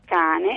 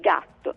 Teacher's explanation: la differenza tra la velare sorda K, quindi quella di cane, e la velare sonora G, quella di gatto